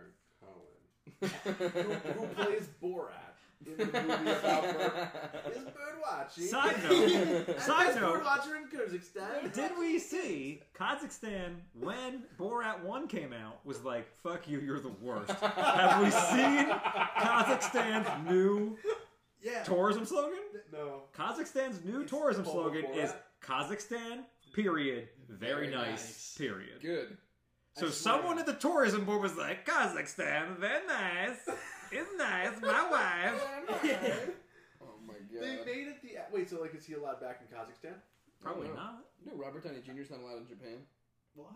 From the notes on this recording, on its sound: Also, I apologize for any weird audio issues. I’m using a new program and will hopefully have everything figured out for next time.